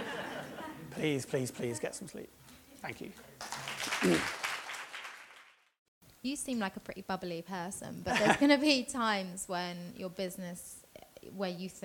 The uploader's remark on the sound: This talk was recorded at Vevolution Topics: Business 2019.